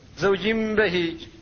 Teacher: لو كان النطق بالنون لتحرك اللسان لأن النون لسانية، فلذلك قلبت النون ميما · Term: القلب